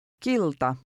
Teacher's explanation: The Finnish T sounds somewhat like a cross between a T and D.